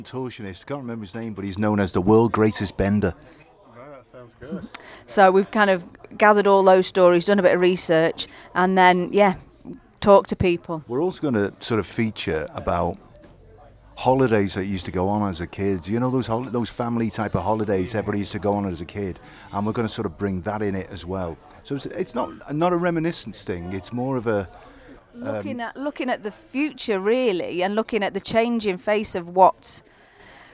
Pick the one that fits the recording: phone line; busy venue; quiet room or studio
busy venue